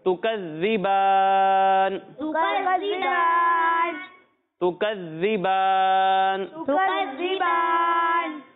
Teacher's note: زال میں سیٹی کی آواز نہیں آئے گی